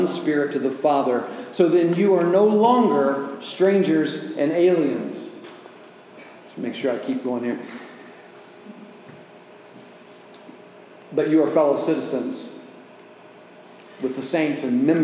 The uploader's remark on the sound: delivered at Oasis Church on October 15, 2023